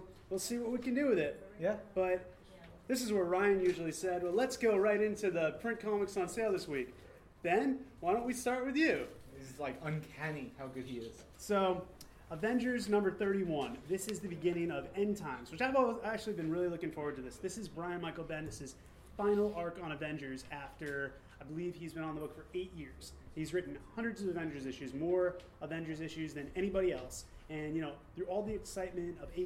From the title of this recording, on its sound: Live from NYCC